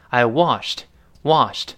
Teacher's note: 读快之后，这个 t 几乎听不到了